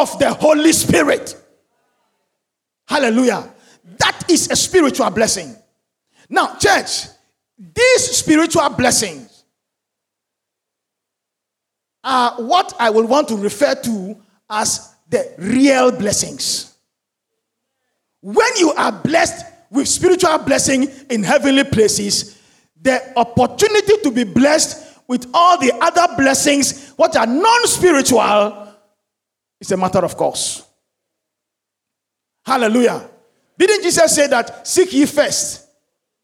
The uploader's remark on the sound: Sermon preached at CBC Shiashie Campus